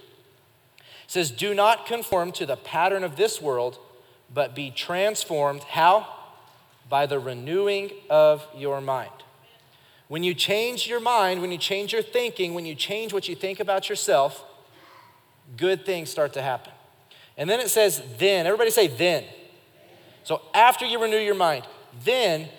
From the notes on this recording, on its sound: Recorded live during our Wednesday night service